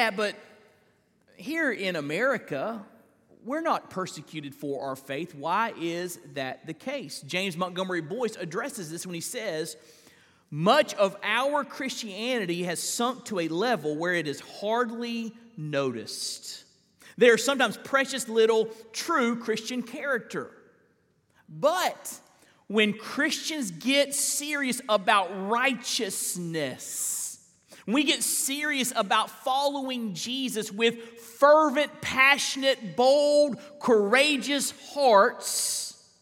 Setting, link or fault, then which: setting, large echoing room